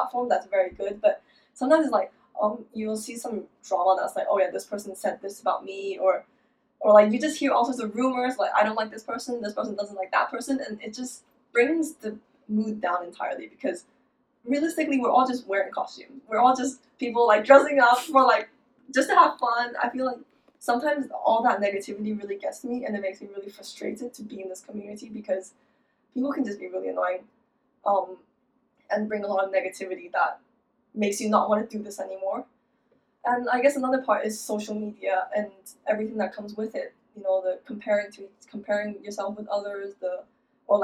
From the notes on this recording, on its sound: I don’t know what was wrong with the mic but their voice is quieter than mine for some reason. Sorry guys for the bad audio again.